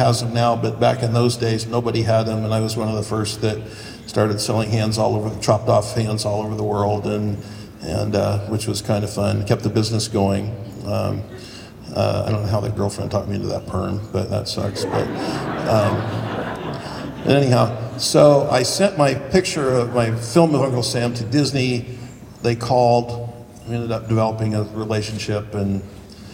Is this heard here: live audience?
yes